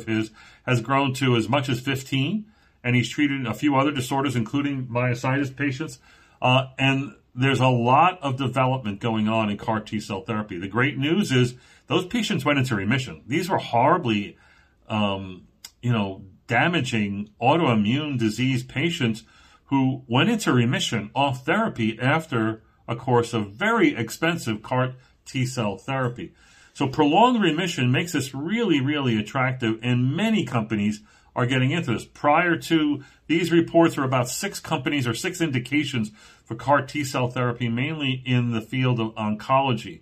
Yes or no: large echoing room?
no